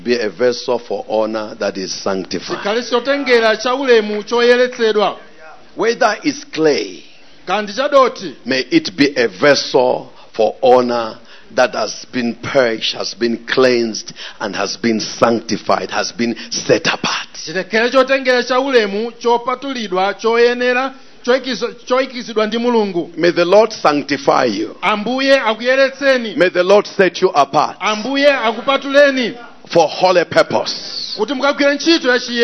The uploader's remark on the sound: Preached at the Encounter Service at Word Alive Blantyre City Church on 22nd January 2023